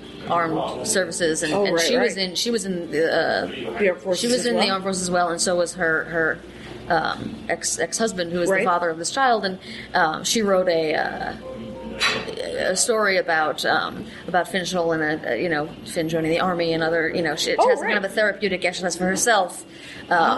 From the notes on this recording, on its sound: We have dinner in Brooklyn (Japanese). So, you get to hear more restaurant noise!